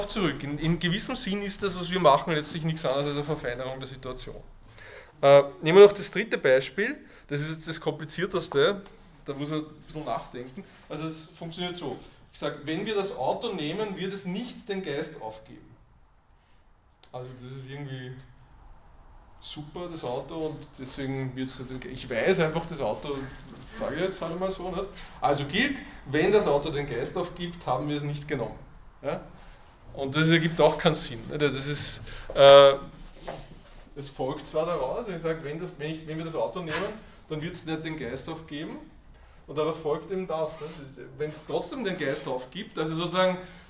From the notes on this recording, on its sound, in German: Diese Vorlesung wurde von Studierenden aufgenommen